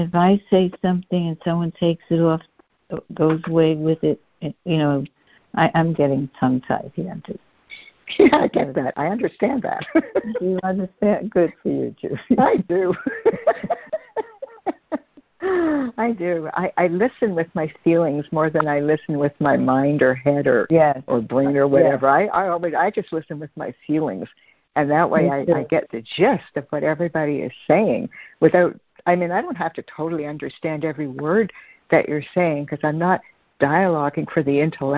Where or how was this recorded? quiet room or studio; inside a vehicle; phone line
phone line